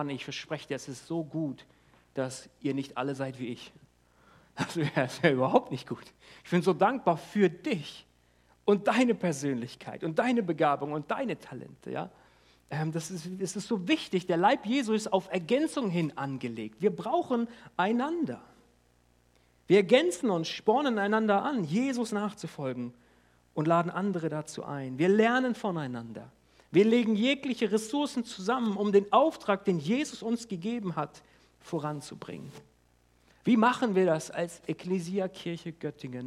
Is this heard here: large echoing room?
yes